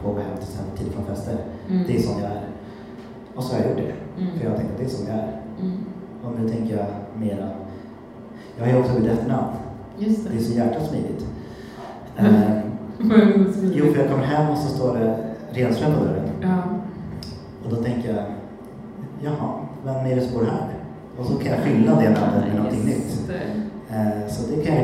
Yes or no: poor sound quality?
yes